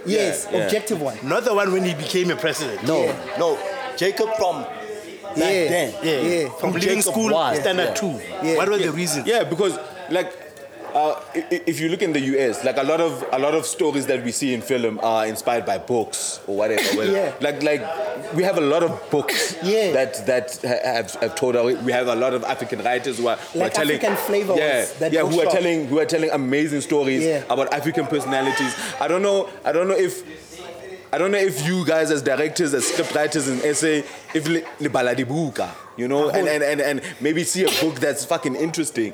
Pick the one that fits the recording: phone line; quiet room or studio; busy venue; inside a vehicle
busy venue